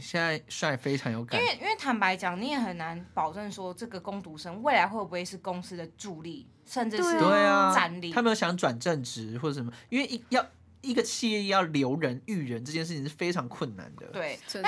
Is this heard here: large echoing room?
no